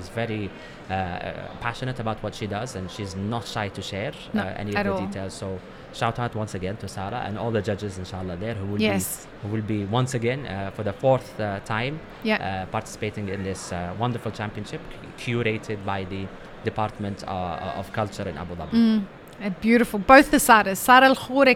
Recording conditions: busy venue